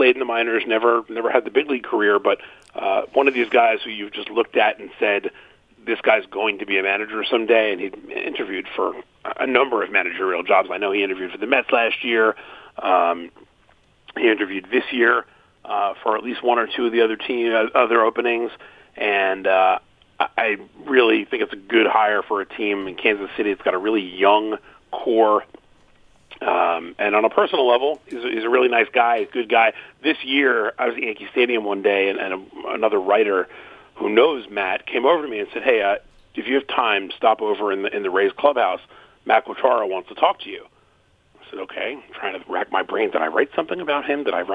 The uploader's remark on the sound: Phones. Calls.